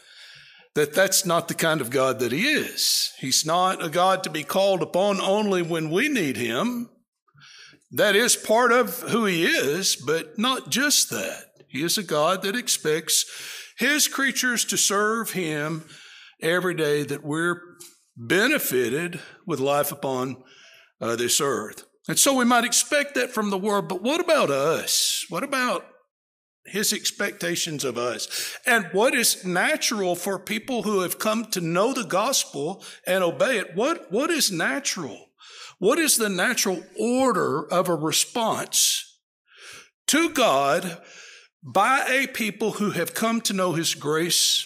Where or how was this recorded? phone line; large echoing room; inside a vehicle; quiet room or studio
large echoing room